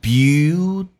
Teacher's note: beautiful 这个单词 t 可以浊化成 d